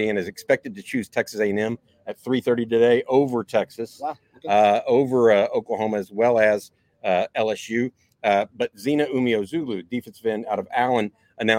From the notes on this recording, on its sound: LIVE from The Co-Op